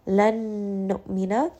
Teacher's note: nun sakin here is going to merge together with the second nun. This is an example of idgham with qunna.